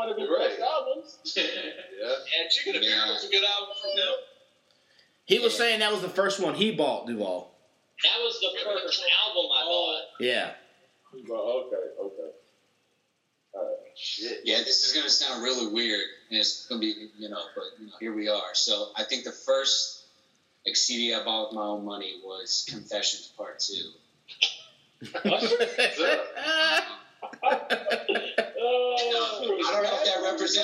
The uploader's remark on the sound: We gathered up some of our favorite regulars and chopped it up on zoom.